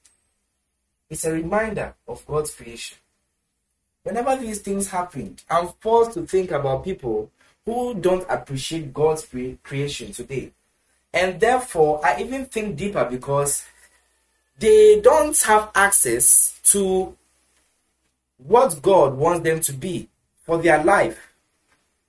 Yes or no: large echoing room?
yes